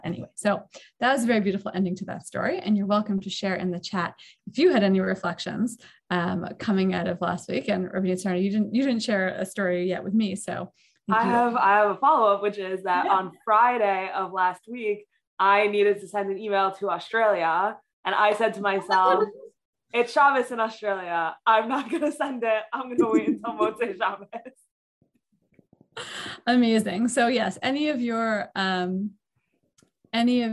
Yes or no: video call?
yes